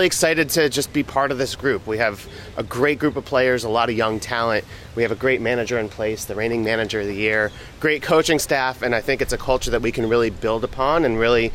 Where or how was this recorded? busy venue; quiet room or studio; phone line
busy venue